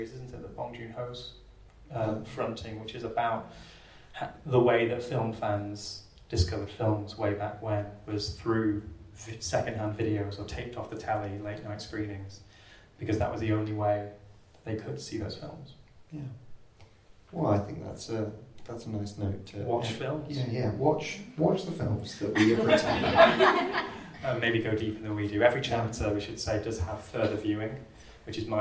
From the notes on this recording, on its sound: In this live conversation recorded at the book's launch at the Korean Cultural Centre.